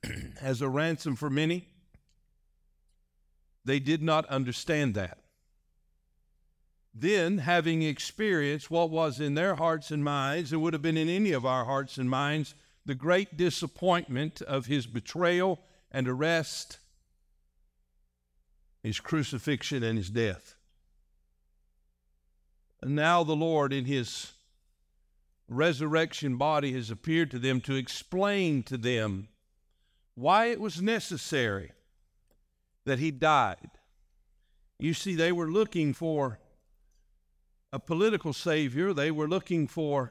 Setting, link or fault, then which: setting, large echoing room